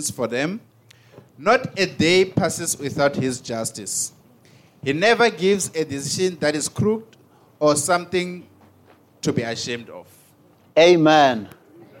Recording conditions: large echoing room